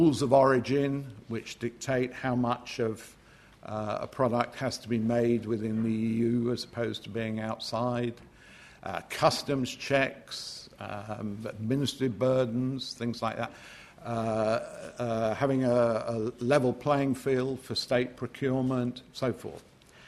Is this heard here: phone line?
no